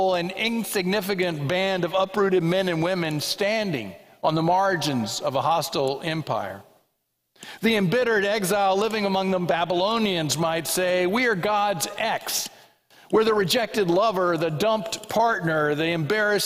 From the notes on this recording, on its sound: This sermon was preached at the 11:00am Worship Service at First Presbyterian Church of Allentown.